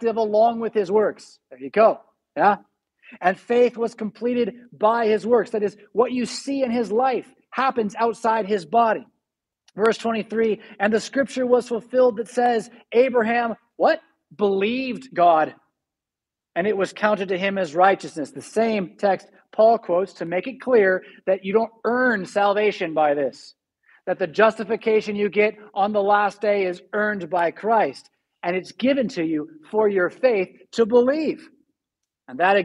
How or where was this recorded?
large echoing room